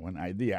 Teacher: accent vient tomber dans la deuxième syllabe